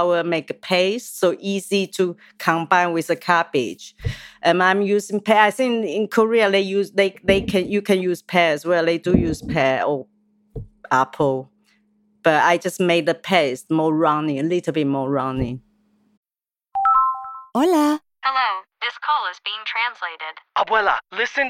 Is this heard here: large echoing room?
no